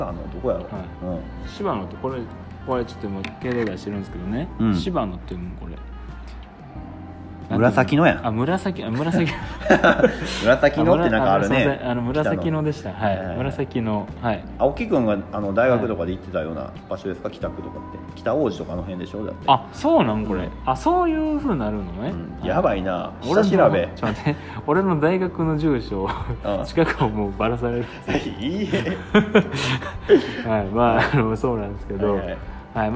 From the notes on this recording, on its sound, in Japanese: あがりゃんせで収録してみました。今回は滋賀のあがりゃんせで収録してきました。